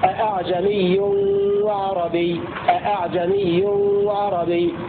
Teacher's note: ويقرؤون بهمزتين محققتين هكذا أأعجمي وعربي